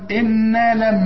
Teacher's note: النون لازم تغم، الميم اللي بعدها لازم تغم